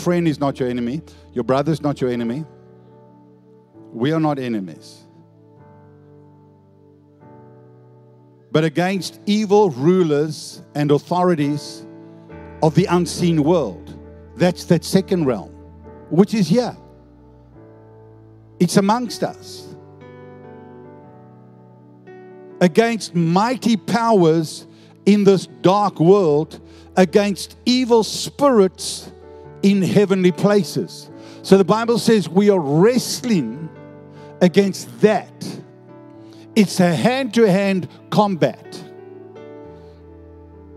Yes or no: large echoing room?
yes